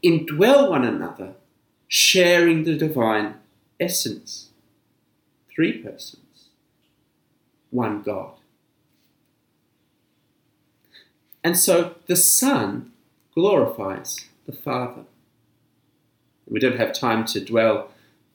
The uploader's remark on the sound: This sermon was preached at St Mary's Anglican Cathedral, Kuala Lumpur on 7th June 2020.